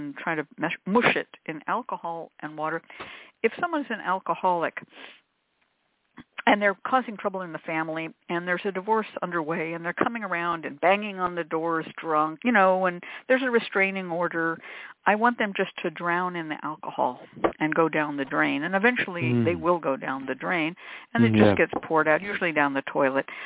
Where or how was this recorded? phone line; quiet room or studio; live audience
phone line